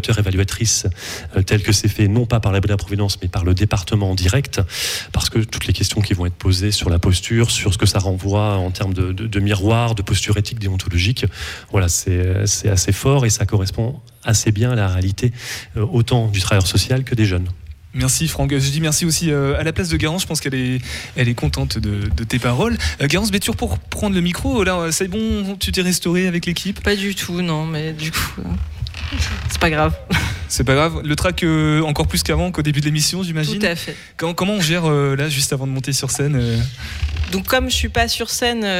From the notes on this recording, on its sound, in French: En direct du Centre Culturel Jean Carmet de Mûrs-Erigné à l'occasion de la représentation du spectacle "Les Nécessaires" de la compagnie Plateau K.